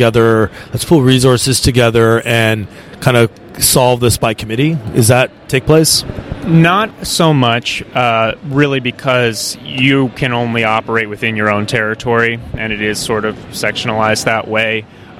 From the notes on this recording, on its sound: at the Trees and Utilities 2023 Conference